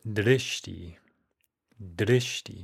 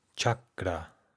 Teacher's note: You have that little flick of the R there.